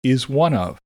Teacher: Is one and of can blend together to almost sound like one word.